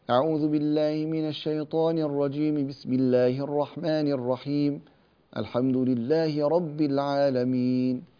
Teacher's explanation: تصل الاستعاذة بالبسملة بنفس وتقطعها عن أول السورة